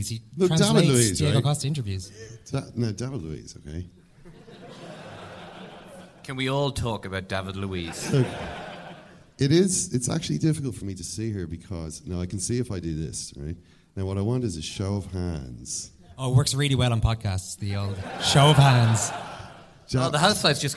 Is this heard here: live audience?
yes